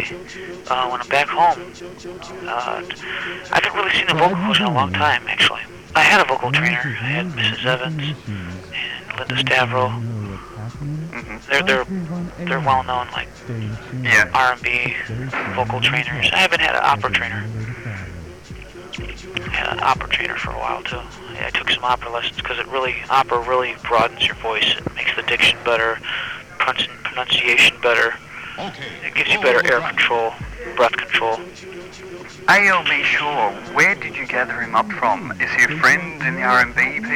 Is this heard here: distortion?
yes